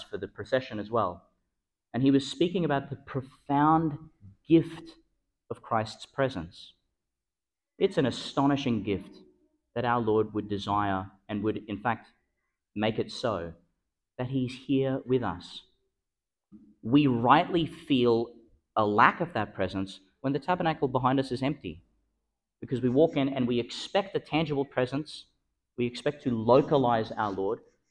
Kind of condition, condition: setting, large echoing room